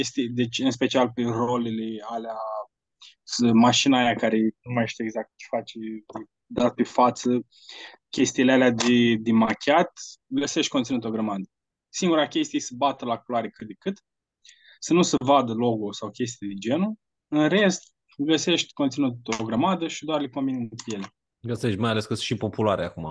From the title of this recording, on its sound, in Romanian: Conferinta Zoom Saptamanala EcomSchool